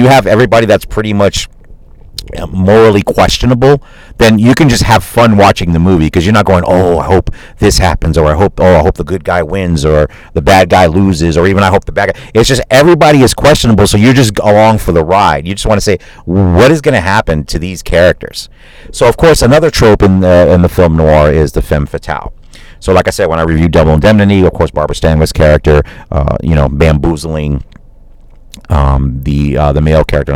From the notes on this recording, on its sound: Live from my car.